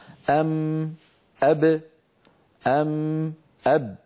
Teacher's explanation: الميم والباء خرجتا بانطباق الشفتين على بعضهما